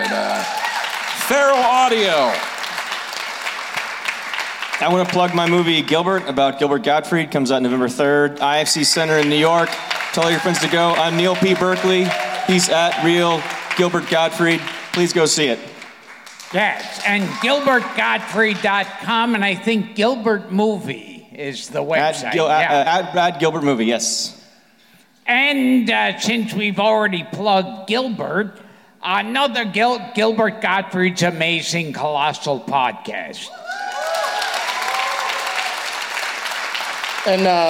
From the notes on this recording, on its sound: Live from the Millennium Biltmore Hotel in Los Angeles. A special LA Podfest edition of the show.